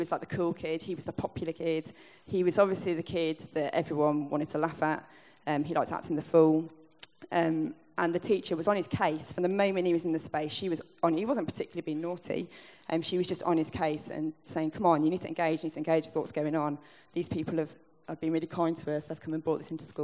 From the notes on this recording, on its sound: Recorded at the 2018 Newday Youth Worker's Weekend